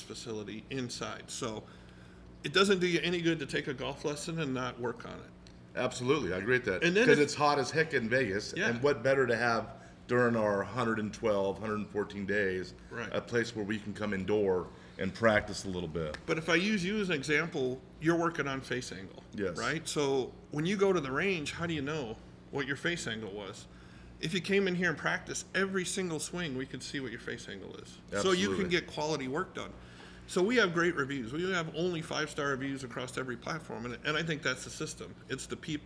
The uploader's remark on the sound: Live from Robo Golf Pro in Las Vegas